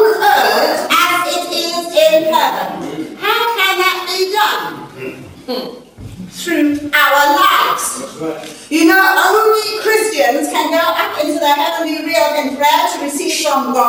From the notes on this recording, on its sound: This lesson was recorded live at a training session.